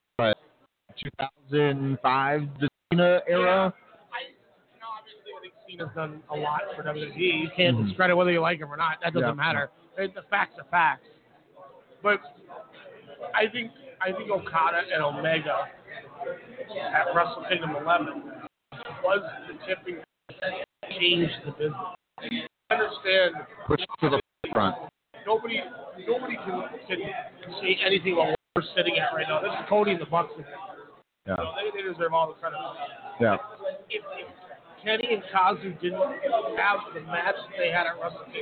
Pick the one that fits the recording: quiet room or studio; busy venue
busy venue